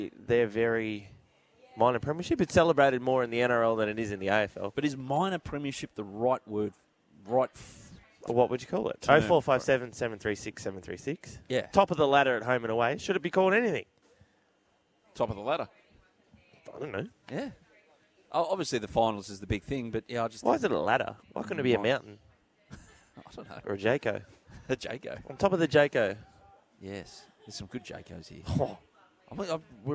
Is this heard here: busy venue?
yes